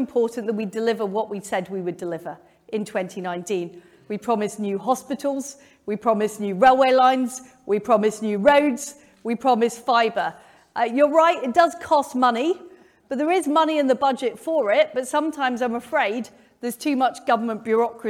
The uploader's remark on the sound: Conservative Leader Hustings. Q&A with the audience was interrupted by protestors, which we have for obvious reasons edited out. Otherwise, the interview is the same as it was live.